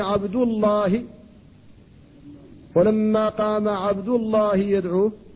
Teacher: وكذلك إذا كانت بعد ضم قال إني عبد الله، ولما قام عبد الله يدعوه، عبد الله في الموضعين مرفوعة مضمومة الدال، فاسم الجلالة جاء بعد ضم ففخمت اللام فيه